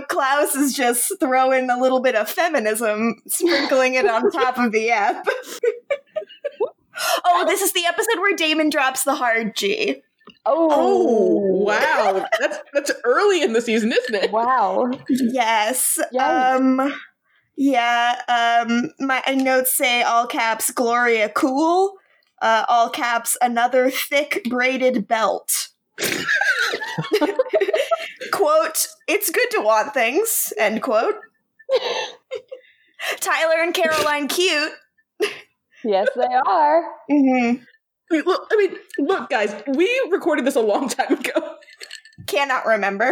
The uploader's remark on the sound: Apologies in advance for the clinking sound of the ice. Drink during the episode intro, but I think it adds character!